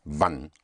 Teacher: Wann, spelled W-A-N-N, wann. Again, the W expressing the sound of a V